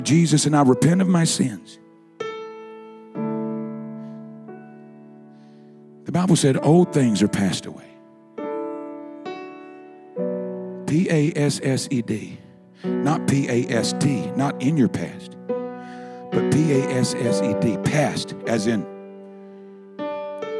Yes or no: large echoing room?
yes